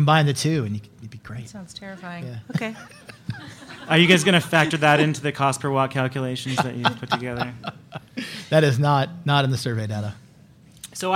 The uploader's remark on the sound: This week, we have a live podcast from the Solar Focus conference in Washington, DC, hosted MDV-SEIA.